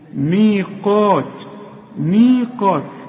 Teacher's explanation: القاف أعلى درجات التفخيم لأنها بعدها ألف، وهي مرسوة الألف بعد القاف هي مي، علشان تمدها مد طبيعي.